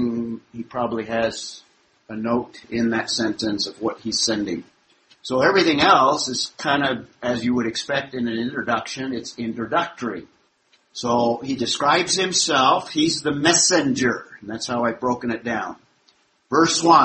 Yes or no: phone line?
no